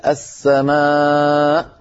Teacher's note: هذا المد لا يقصر، لا يبقى حركتين بل يزاد · Term: المد المتصل